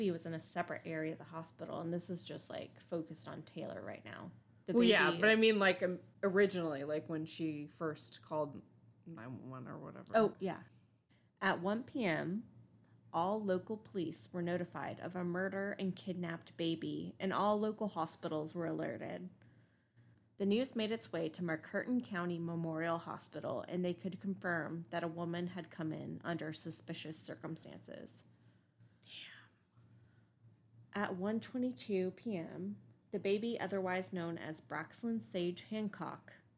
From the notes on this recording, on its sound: We tried to edit out a lot of the bumps, bangs, animals, and natural weather events happening in this episode, but unfortunately it was not possible to remove them all.